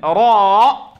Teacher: تفخيم الراء، نفخم الصوت وتفخم معها الألف